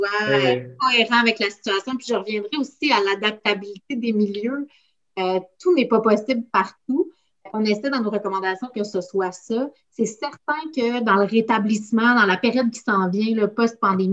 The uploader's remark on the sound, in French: A eu lieu en ligne.